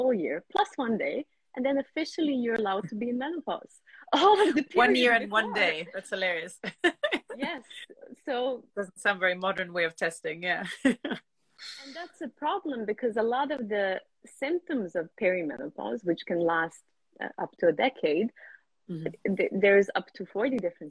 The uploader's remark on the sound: Today’s episode is from my Instagram Live deep-dive conversation